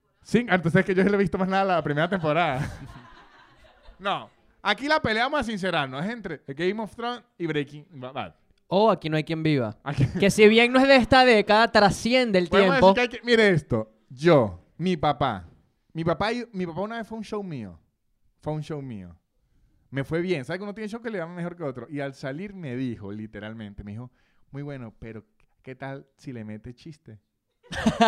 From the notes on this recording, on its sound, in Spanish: En este episodio grabado en vivo en la librería "Los pequeños seres" en Madrid.